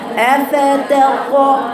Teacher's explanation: يعني القلقله فيها والاستعلاء فيها والاطباق فيها، صفات الحرف القويه في الطاء